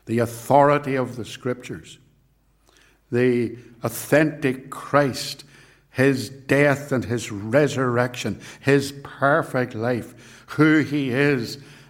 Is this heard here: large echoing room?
yes